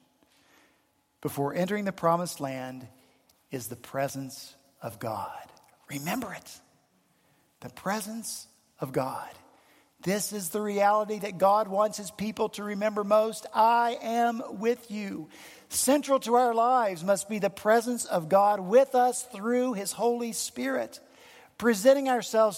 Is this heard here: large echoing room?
yes